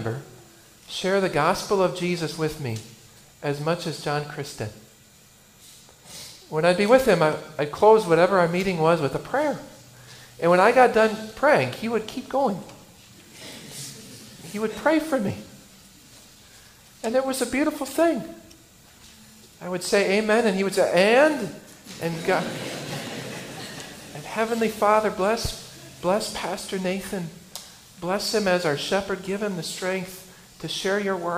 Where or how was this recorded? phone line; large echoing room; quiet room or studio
large echoing room